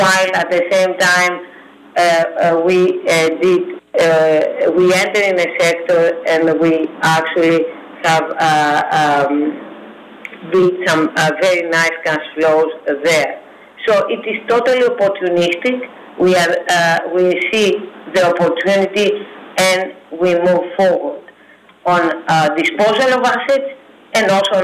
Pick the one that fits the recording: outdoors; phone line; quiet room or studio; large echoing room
phone line